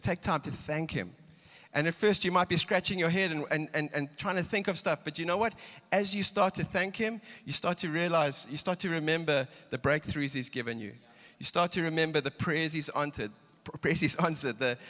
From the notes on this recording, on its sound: Recorded live on Sunday the 18th September 2022